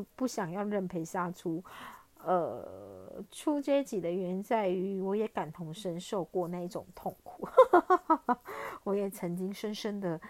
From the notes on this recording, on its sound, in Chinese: 這一集換了錄音方式，所以有些沙沙的聲音